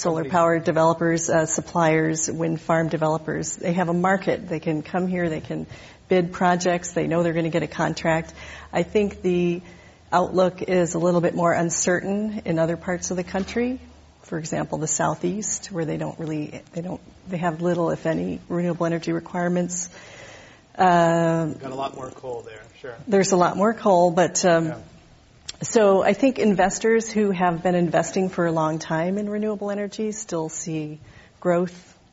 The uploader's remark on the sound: This program was recorded in front of a live audience at The Commonwealth Club in San Francisco on February 3, 2012